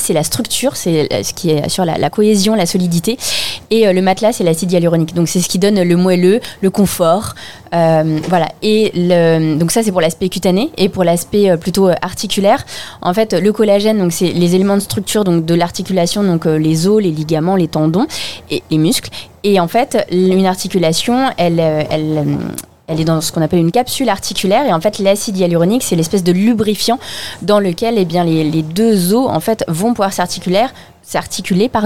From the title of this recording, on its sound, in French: Emission spéciale en direct de Aroma Zone